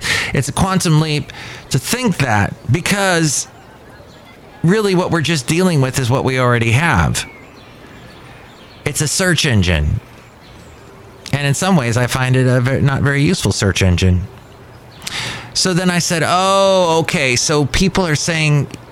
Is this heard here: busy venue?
yes